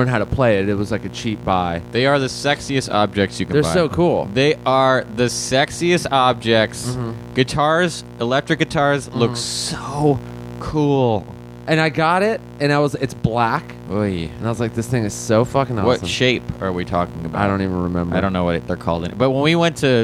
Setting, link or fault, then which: fault, hum or buzz